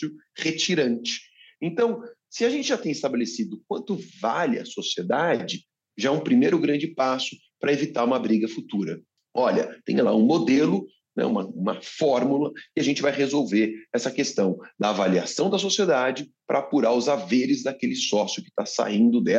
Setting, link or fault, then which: link, video call